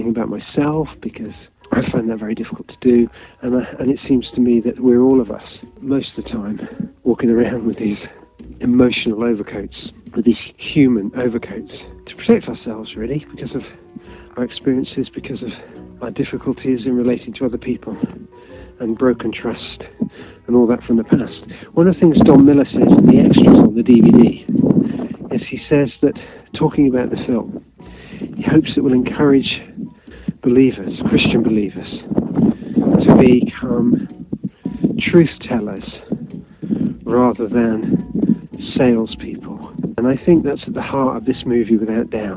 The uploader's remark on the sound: Apologies for the poor sound quality, talking whilst walking.